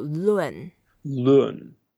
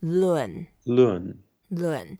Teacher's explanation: it's the fourth tone, we go down